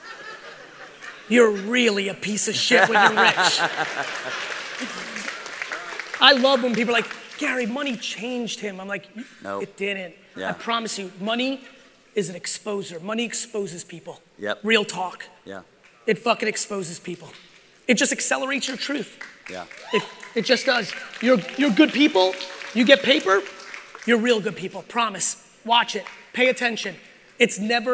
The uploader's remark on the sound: part 2 of my keynote from the Aspire conference in San Diego, California.